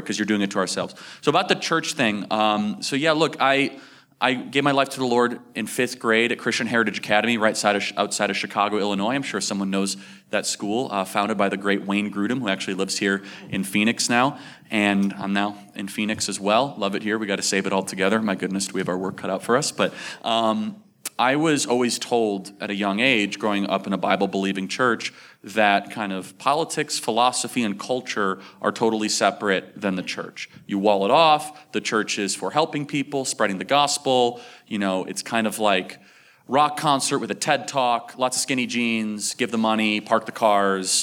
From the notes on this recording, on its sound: In this third and final panel of Sovereign Nations's The Theology of Marxism Conference. Live on stage.